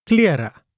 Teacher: We don't say klera with a short E. We say klera with a long ia, because the first E is followed by an R and then E.